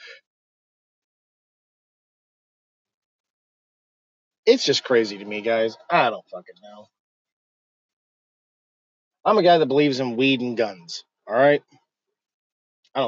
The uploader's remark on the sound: Just would like to share my thoughts while driving.